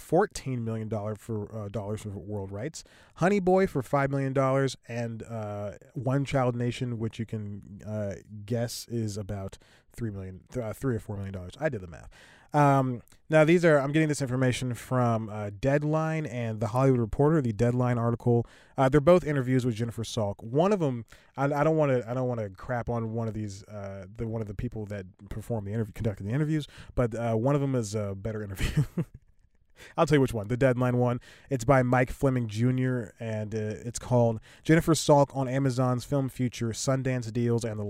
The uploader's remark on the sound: Recording in the car.